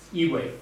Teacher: iwe, which is low low tone